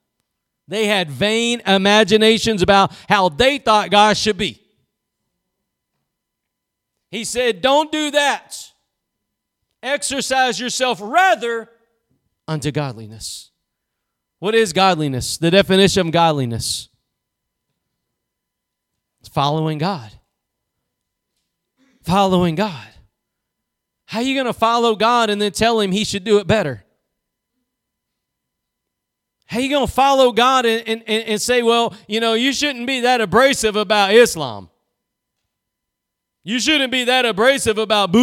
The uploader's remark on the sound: Preached at Gospel Lighthouse in Bossier City, La.